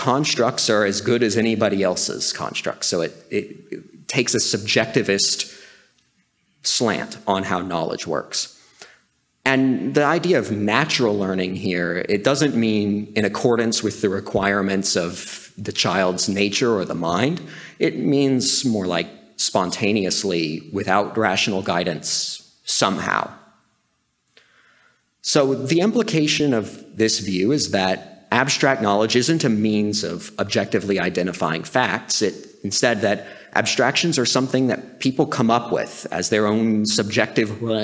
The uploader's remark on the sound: Recorded July 1, 2023, at OCON in Miami, Florida.